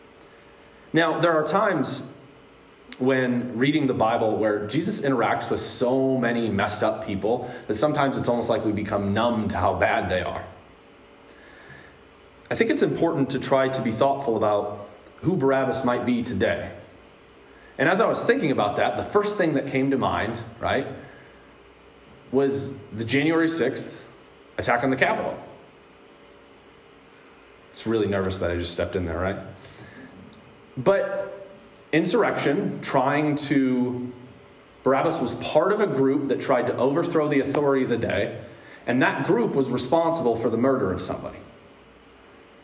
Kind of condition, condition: setting, large echoing room